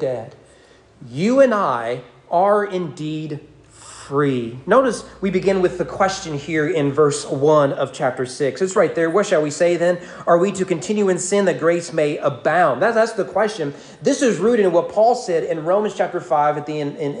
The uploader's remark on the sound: Sermon preached on April 30, 2023 at East Frankfort Baptist Church during morning worship.